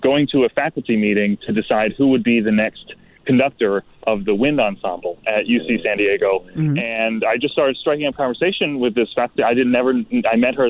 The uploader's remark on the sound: calls